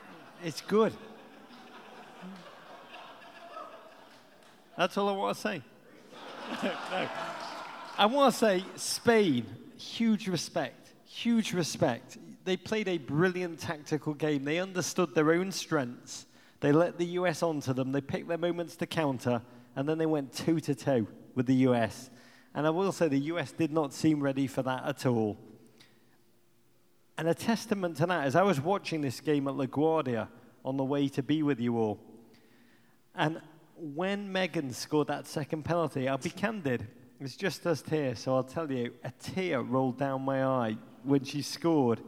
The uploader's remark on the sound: Pod Live in Kansas City